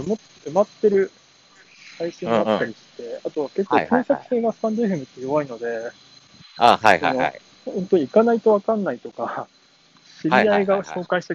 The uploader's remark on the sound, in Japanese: 歩きながら